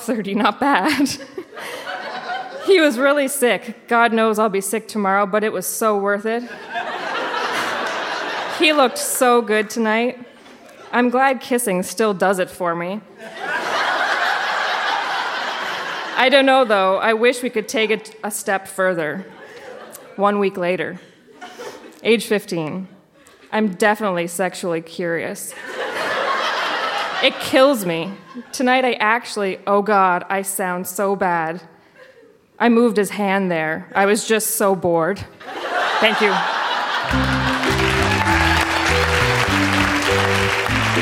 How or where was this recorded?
live audience